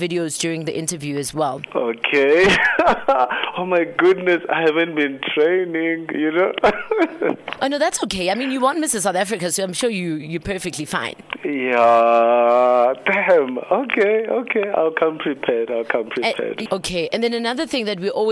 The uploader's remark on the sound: prep phone call